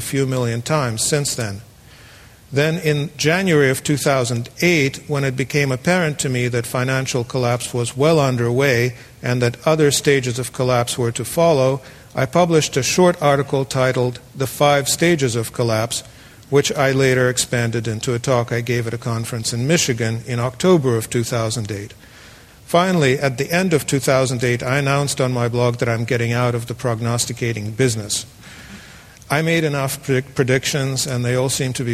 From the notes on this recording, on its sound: The following talk was given on February 13, 2009, at Cowell Theatre in Fort Mason Center, San Francisco, to an audience of 550 people.